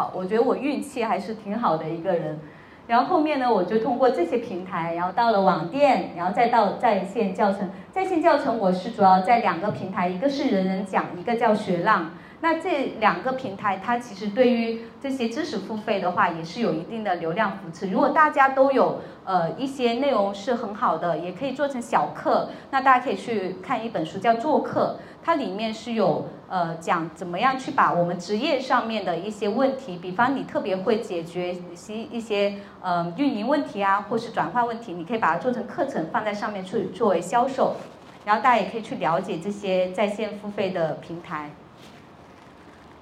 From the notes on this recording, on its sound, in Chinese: 本期节目是7月16日上海自由会客厅线下活动《个人IP型一人公司，如何跑通商业闭环》的现场录音，现场一共3位一人公司型嘉宾做了分享。